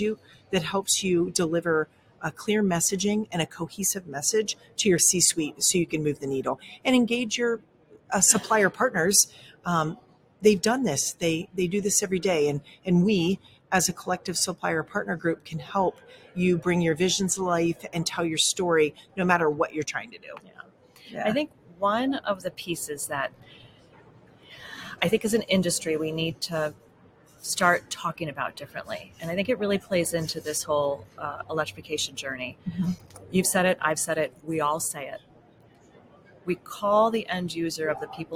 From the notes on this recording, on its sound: Live from NAFA. Live from the Wheels, Inc.